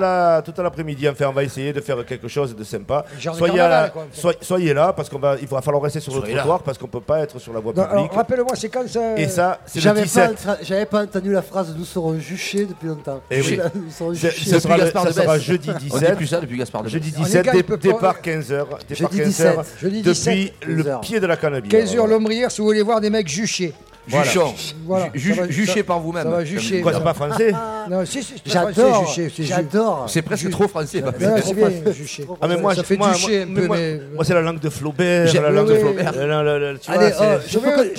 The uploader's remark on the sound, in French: 2h en direct des Grandes Tables